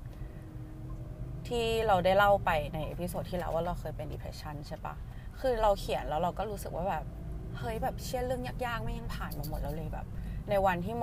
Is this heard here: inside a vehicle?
yes